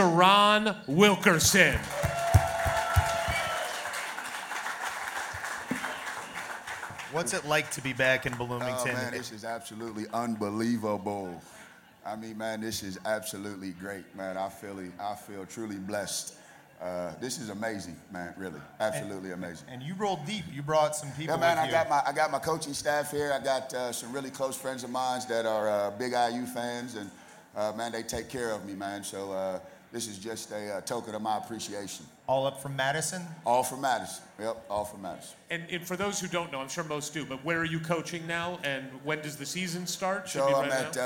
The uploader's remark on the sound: HOMECOMING (LIVE from THE BLUEBIRD).